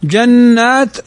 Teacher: نون مشددة فتغن بمقدار حركتين